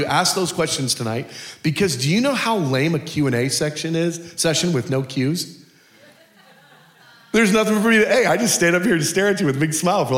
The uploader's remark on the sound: Culture of Prayer Conference Session 3